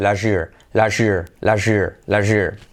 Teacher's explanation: la T más Y se convierte en una SH